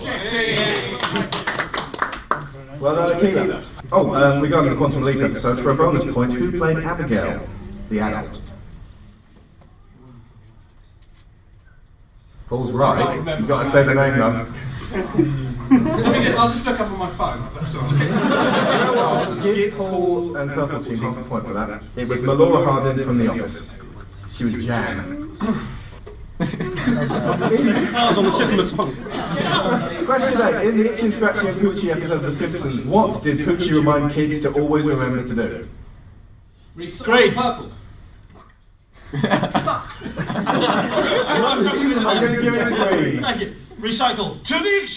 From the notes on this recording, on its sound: Gonzo Planet Expo 2012. This was live footage recorded at the first of four annual get-togethers we held for our community.